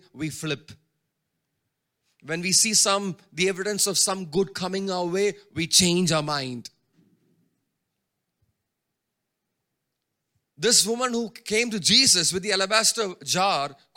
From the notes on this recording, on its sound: Preached at Sunday Service on 14 May 2023 at Revelation Church.